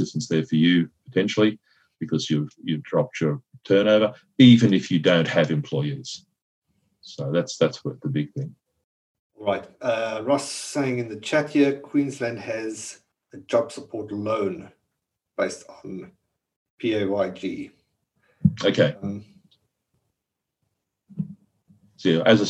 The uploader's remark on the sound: Welcome to a live recording of the Martial Arts Media business podcast. We are doing this via Zoom, we are doing this as a live session. Look, so we did the session live in our Partners group, where we work with school owners on marketing and so forth.